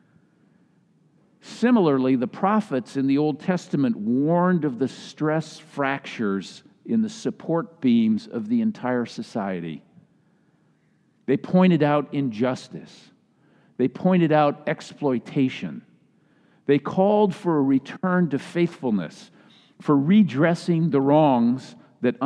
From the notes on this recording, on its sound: was delivered during the Traditional Worship service.